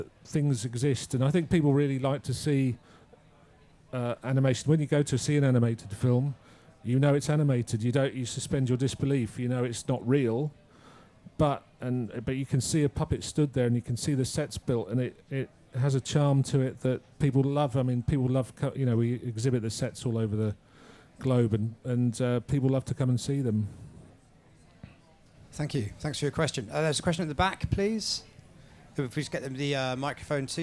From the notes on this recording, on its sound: at the Apple Store, Regent Street in London